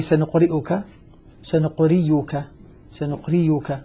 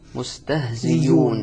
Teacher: أبدل الهمزة المضمومة بعد الكسر ياء مضمومة · Term: مذهب الأخفش